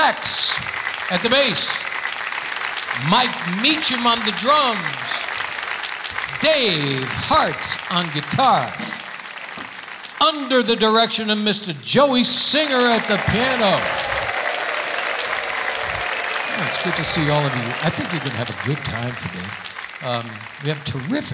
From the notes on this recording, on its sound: Live at the South Point Casino